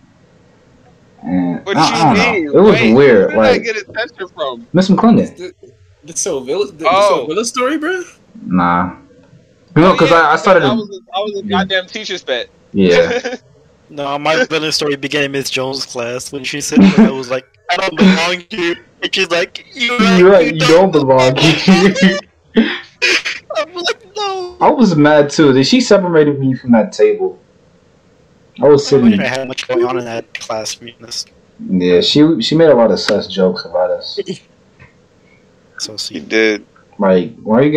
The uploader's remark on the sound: Slight Audio issues. Audio messed up half way on my mic.